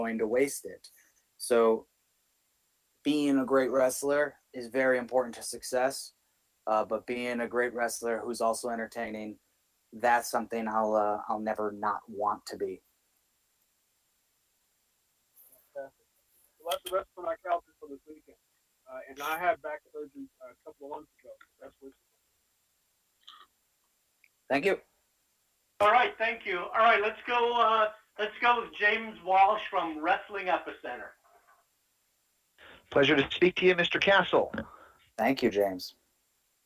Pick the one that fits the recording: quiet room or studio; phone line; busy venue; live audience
phone line